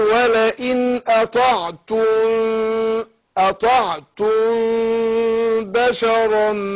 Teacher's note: أنا عايز أخد بالي من إخفاء الميم عند الباء، أقول ولئن أطعتم بشرا كده.